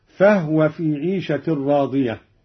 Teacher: أسكن الهاء أيضا قالون